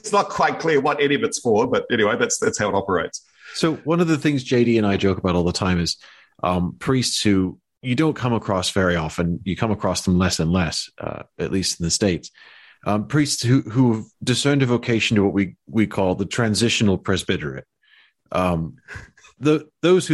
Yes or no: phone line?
no